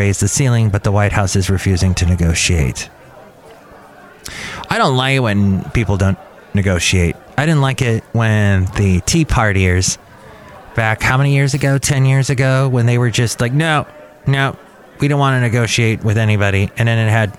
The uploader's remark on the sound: podcasts live from Cafe Anyway